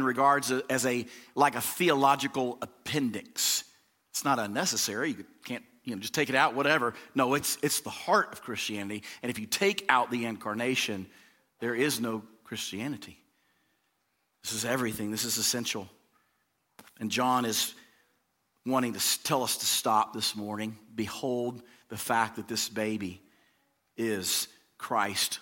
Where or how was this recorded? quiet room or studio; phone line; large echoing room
large echoing room